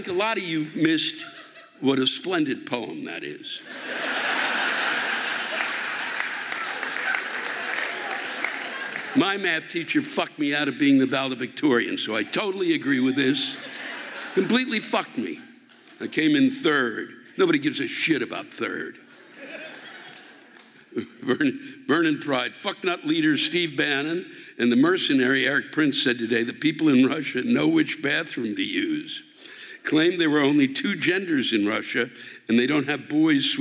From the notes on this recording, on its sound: The live rants come from the Uptown Theatre in Napa